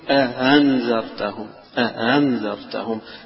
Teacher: التسهيل عبارة عن تحويل الهمزة إلى بين الهمزة والألف، بين الاثنين يعني قريبة من الهاء بس مش مخرج الهاء، قريبة منها، فتقول أهنزر، فرق بين تقول أهنزرتهم أليها هي